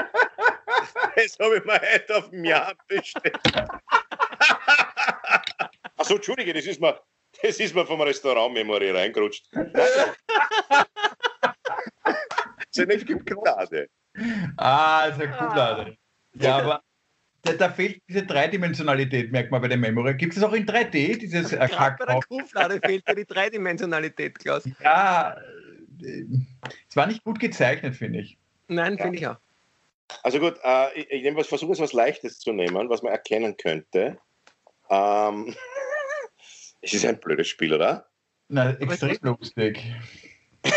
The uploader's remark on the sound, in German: Aufzeichnung einer ZOOM Session vom Montag, 1.